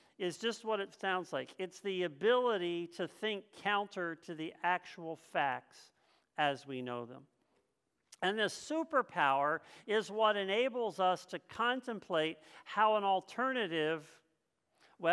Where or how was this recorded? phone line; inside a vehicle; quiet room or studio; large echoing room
large echoing room